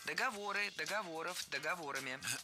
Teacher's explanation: Существительные с неподвижным ударением на основе. И это значит, что ударение в слове «договор» не двигается, всегда остается на третьем слоге.